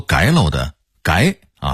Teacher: 这音应该是改，声调是第二声阳平